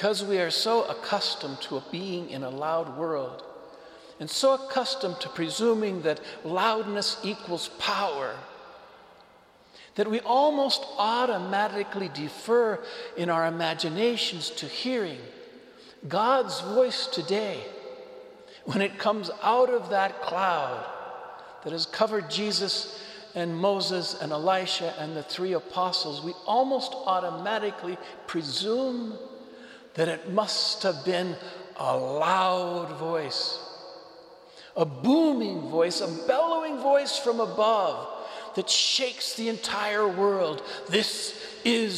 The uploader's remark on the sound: Homily delivered to the Saint Francis Catholic Community of Cuenca, Ecuador.